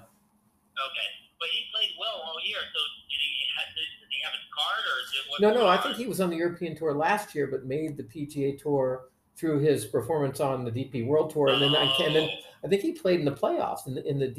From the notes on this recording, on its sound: We apologize in advance for the bad sound- working on technical issues.